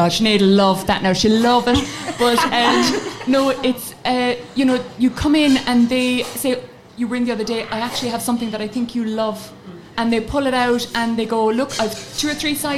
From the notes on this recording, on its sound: Our first live podcast held at Brown Thomas Cork.